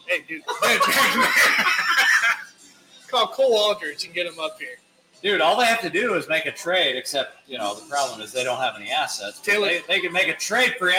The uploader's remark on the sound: Live From Mr Brews Taphouse in Overland Park, KS.